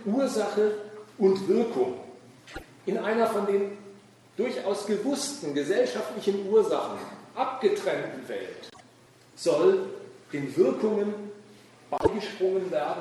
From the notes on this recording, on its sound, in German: Wir bringen im Folgenden einen Mitschnitt des Vortrags